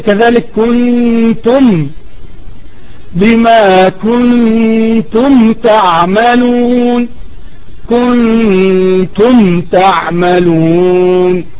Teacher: الميم الساكنة في كنتم مظهرة تمام، فلا يعني تأتي بها مثل المخفية